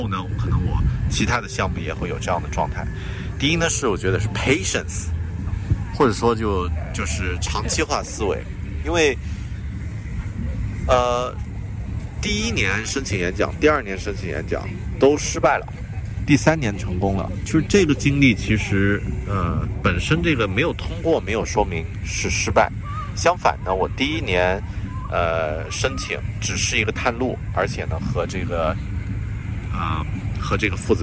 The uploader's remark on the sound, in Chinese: 这期在新西兰首都惠灵顿海边码头录制的节目